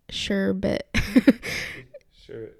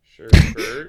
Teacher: it's pronounced without the R · Shown in: first take · but you gotta say it like sherbet.